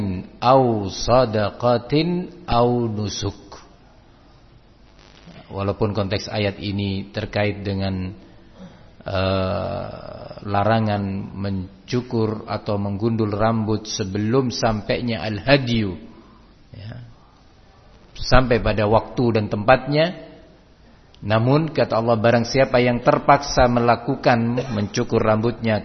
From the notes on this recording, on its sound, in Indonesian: di Masjid Ma’had as-Salafy Jember